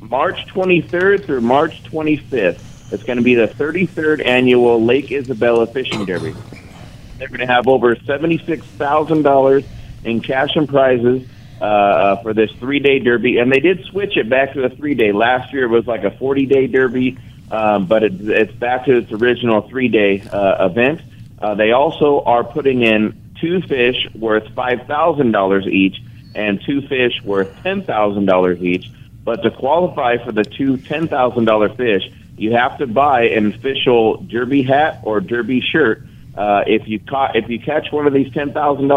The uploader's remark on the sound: "LIVE" from Angel Stadium in Anaheim, CA